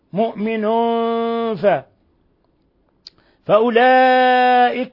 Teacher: تنوين ضم جاء بعده الفاء الحكم التجويدي إخفاء حقيقي، مؤمن فأولئك مد متصل يمد من أربع إلى خمس حركات